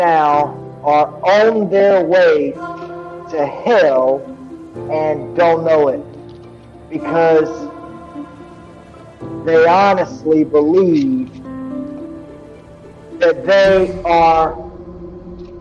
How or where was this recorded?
large echoing room